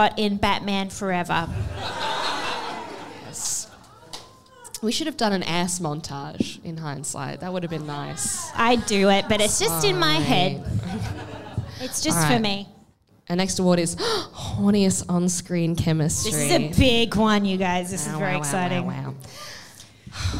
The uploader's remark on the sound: Dude Cinema Awards/Farewell Live Show!